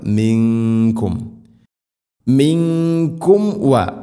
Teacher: മീമിന് ശേഷം വ വരുമ്പോൾ രണ്ട് ചുണ്ടുകൾ തമ്മിൽ തട്ടിച്ച് മീമിനെ പൂർണ്ണമാക്കണം